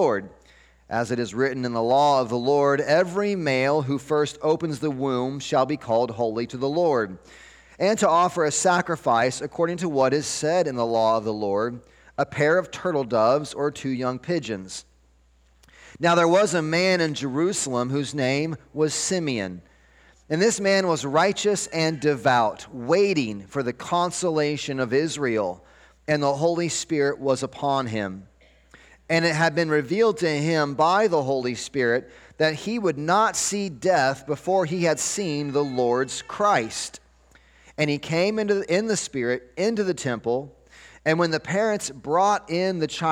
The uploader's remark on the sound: 12-24-23 Sunday Morning Sermon Audio